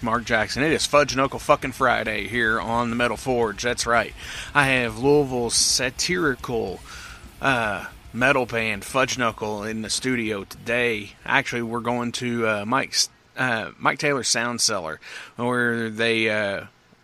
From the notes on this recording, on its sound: Coming LIVE from Mike Taylor's Sound Cellar.